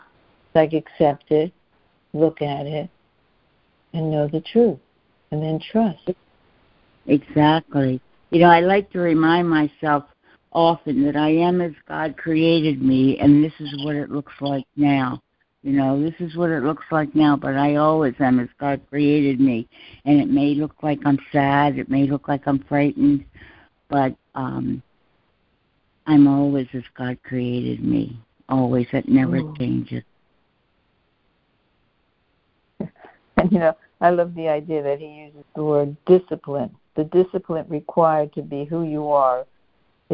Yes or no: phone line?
yes